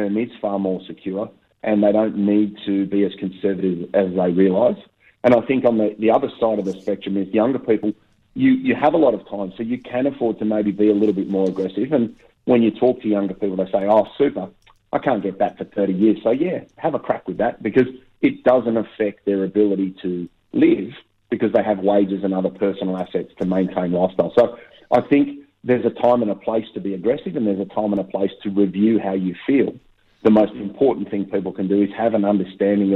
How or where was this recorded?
phone line